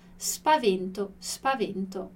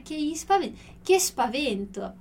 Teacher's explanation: S mudo, não temos som de vogal ali · Shown in: first take